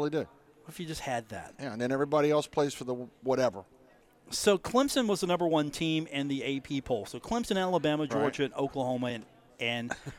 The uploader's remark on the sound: from The Union Pub and Grill in Huntington, West Virginia.